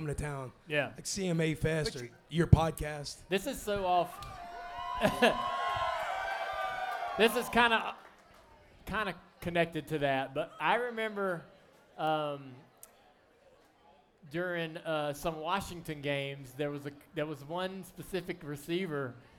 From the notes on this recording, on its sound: Live from Ole Red on Broadway in Nashville.